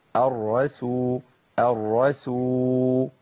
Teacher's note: أنا بسمع ناس كتير قوي بتقول الرسول الرسول، لا انا عندي السين لابد ان انا اخلصها من الراء المفخمه